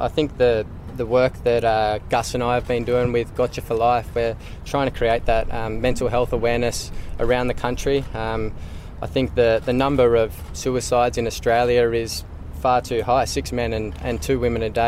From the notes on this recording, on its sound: press conference at the SCG